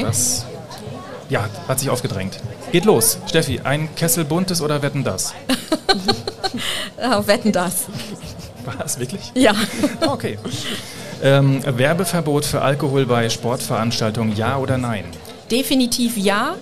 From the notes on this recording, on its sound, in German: In der Sonderfolge, die live in der Landesvertretung MV in Berlin aufgezeichnet wurde.